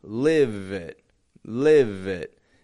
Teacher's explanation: If we only get lift it up or live it up with a V, B, we're going to get a bit of a choppy sound. But voicing that V at the end of that, live it up, helps our speech flow · Notice how when we voice that V, live it, live it, it helps us link the words together.